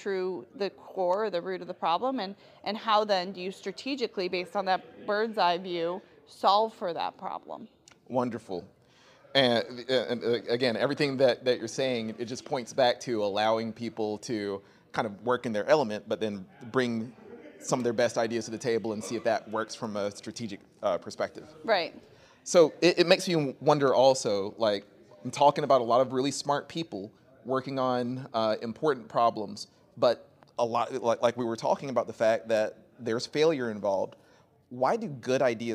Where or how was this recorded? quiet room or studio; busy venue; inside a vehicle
busy venue